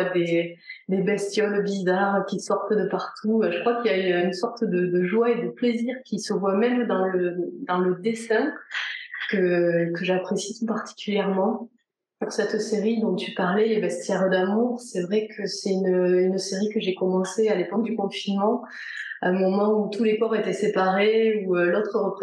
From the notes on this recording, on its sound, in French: On s'est retrouvé en visio par une chaude journée d'été ('fin surtout à Toulouse, et moins en Bretagne...).